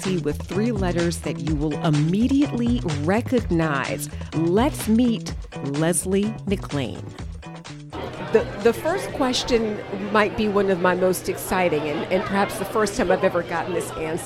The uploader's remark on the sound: Live at the 2023 Life Ready Expo